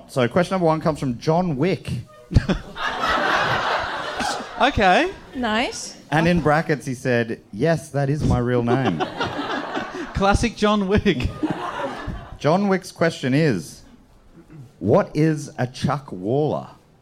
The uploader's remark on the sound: The fourth episode was recorded live in Brisbane at Good Chat Comedy Club.